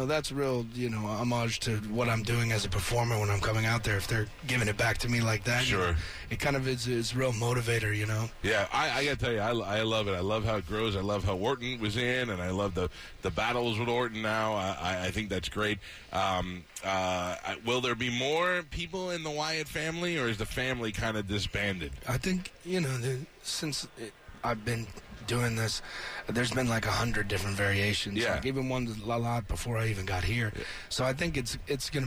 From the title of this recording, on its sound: live from Wrestlemania!